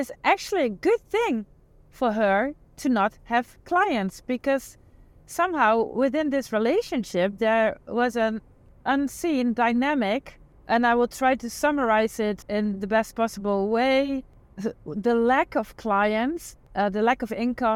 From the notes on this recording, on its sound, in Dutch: de audio die ik onlangs spontaan en in het Engels opnam tijdens een autoritje